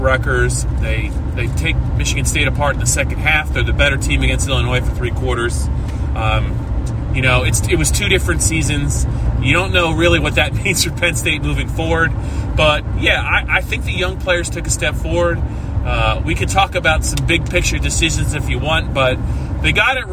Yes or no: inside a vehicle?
yes